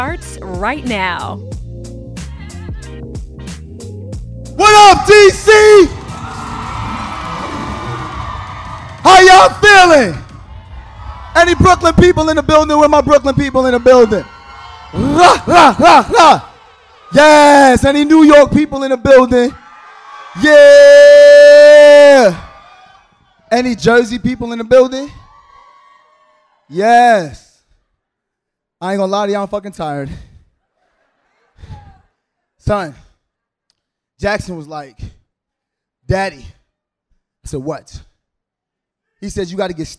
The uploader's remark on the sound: Live from DC! Live at the Howard Theatre in DC.